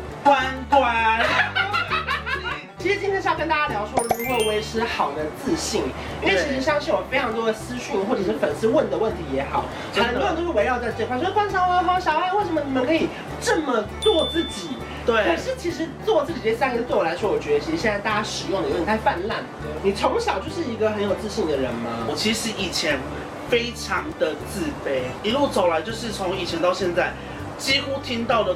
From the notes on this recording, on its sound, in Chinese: 拍攝當天工作室外大雷雨，偏偏收音器材又沒處理好。